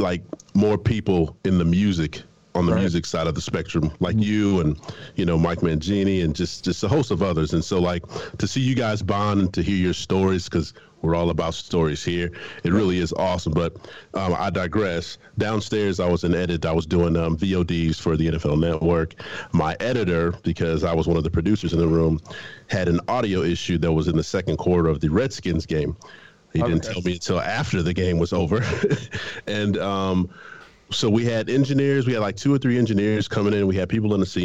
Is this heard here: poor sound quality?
no